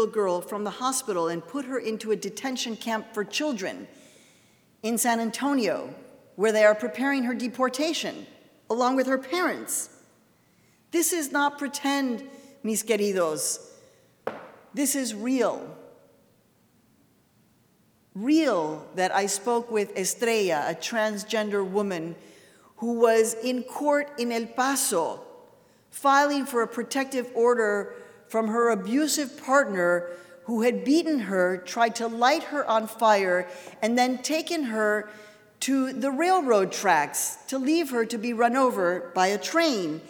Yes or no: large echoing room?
yes